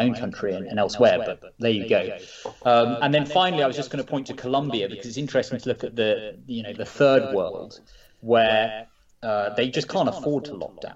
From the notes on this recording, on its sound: Apologies for the slight echo on the recording